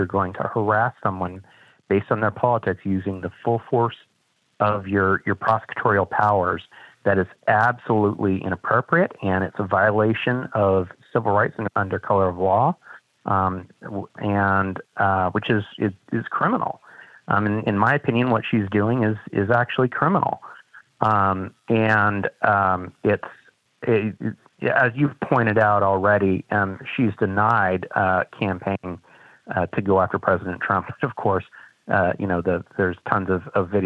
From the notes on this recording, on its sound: Live from Jerusalem. We take your calls in open phones across America.